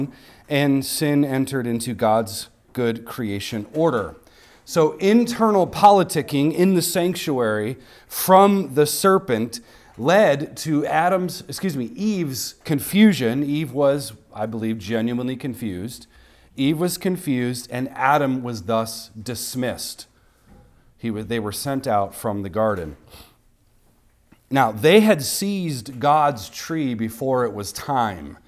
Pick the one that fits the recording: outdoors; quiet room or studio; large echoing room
large echoing room